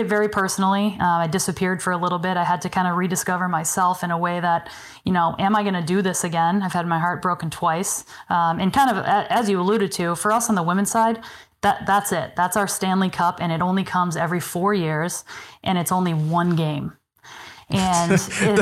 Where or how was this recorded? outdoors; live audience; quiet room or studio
quiet room or studio